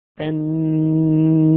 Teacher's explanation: يعني بجيب صوت غنة من الخيشوم، مصدره من الخيشوم